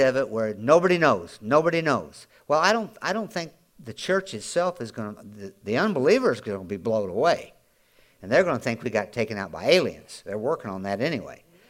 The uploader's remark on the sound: Audio podcast from Grace Church